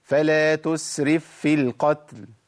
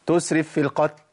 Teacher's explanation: فاء ساكنة التقت بفاء متحركة فوجب ايه؟ التشديد · Shown in: first take